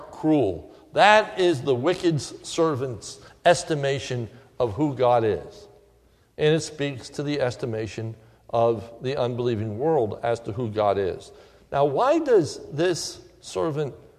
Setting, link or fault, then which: setting, large echoing room